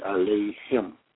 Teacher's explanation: a person may think that you're saying the Ha with a long sound. But in fact, it's a short sound. So the correct pronunciation of that would be Aleihim.